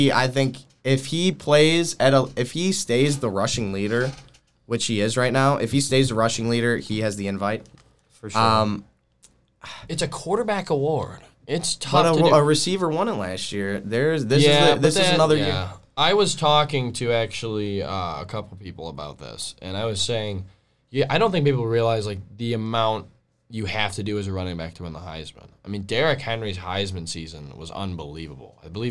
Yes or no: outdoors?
no